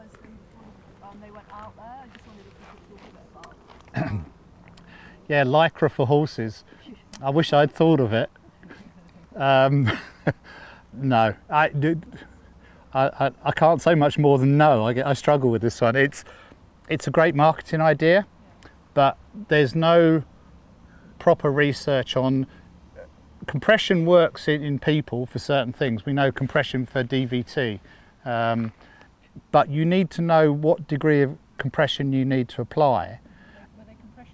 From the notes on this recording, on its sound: Talk at Mayfield School, Kent. This was recorded outside at the Mayfield School's Equestrian Centre, and you may hear some general yard noises in the background.